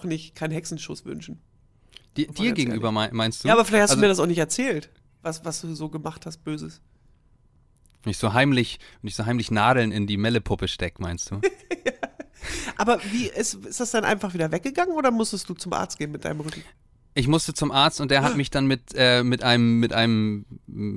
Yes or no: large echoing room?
no